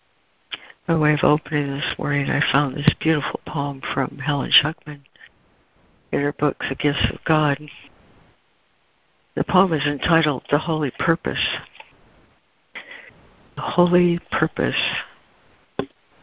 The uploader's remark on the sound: ACIM Daily Conference Call.